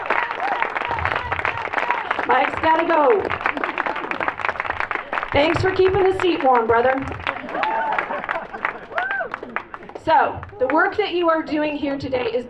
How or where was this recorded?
outdoors